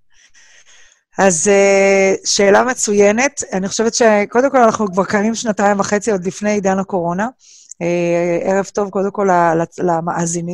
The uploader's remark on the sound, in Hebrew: כולנו בבית וגם תוכנית זו הוקלטה בזום בבית.